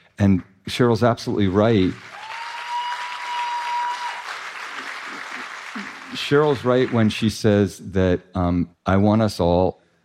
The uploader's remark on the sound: Dear Sugars returns to Portland, Oregon, for another epic live show.